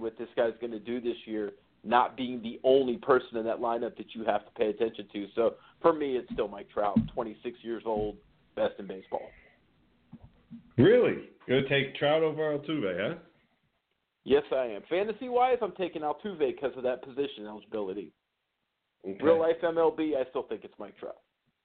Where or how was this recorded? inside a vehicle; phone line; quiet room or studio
phone line